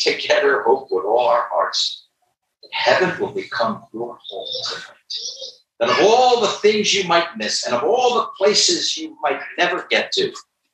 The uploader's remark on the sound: Gospel tent meeting. Quality of this recording is poor.